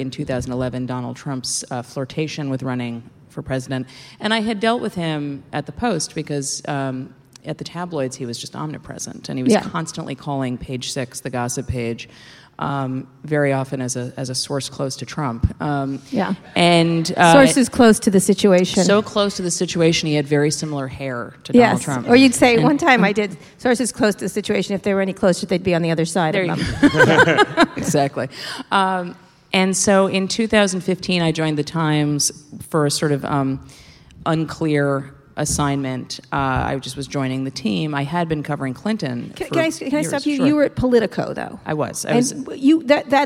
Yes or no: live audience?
yes